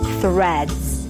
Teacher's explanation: You start with a voiceless TH sound, stick the tongue out, release air, then pull the tongue in for the R. Thr, make sure the tongue doesn't touch the upper palate and round your lips.